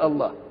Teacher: إن كنت حتقف ما تقولش الله بالترقيق بقى، تقول الله